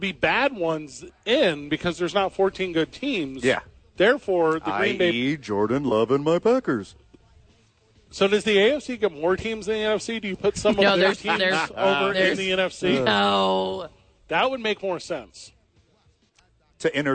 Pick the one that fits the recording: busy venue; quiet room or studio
busy venue